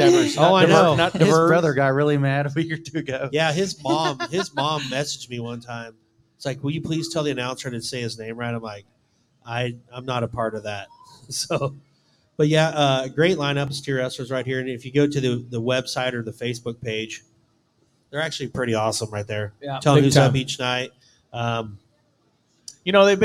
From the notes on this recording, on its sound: joined us live at Brewster Street Pub in Corpus Christi for the Buc Days WCRA Rodeo!